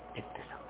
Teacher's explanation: نعم قلنا والقمر إذا اتسق أصلها اوتسق، فقلبت الواو تاء وأدغمت في التاء التي بعدها · Term: الإدغام